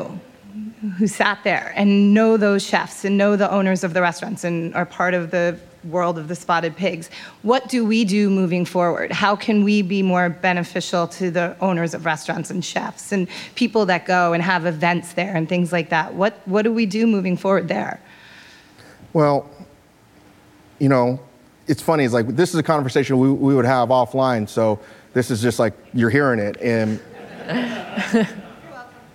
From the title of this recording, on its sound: Live at Code 2018